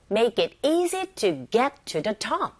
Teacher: 문법적으로 필요한 그런 단어들이기 때문에 우리가 내용을 전달함에 있어서는 정보가 없어요. 그래서 make, easy, get, top 여기에 강세를 줘서 발음하시면 됩니다. 그렇게 발음하다 보면 make it easy to get to the top 이렇게 되겠죠.